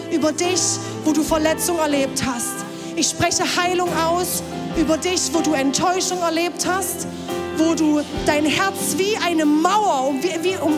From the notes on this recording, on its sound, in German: Audiomitschnitt der Predigt